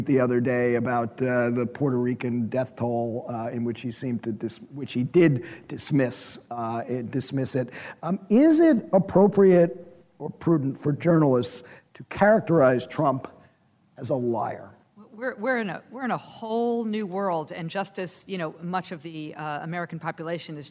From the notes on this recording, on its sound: Recently went down to Austin, Texas for the Online News Association’s annual conference and recorded a special edition of Skullduggery in front of a live audience.